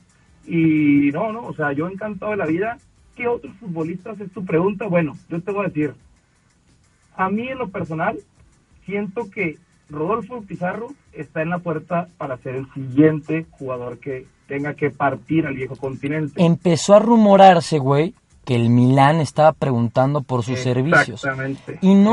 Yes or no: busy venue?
no